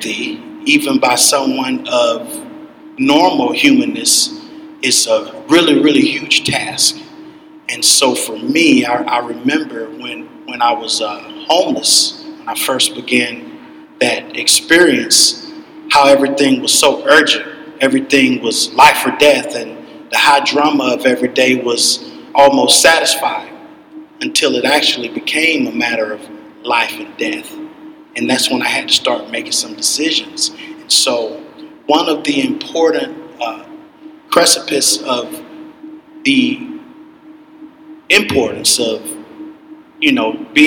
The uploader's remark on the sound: The following is a recording of a panel titled Grit City Stories: The Untold Tales of Tacoma.